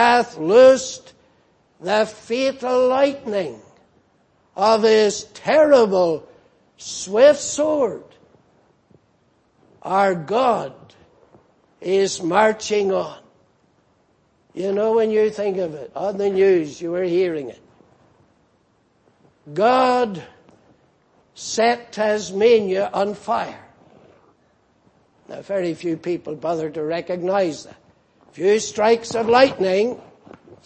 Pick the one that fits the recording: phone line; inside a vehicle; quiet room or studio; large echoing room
large echoing room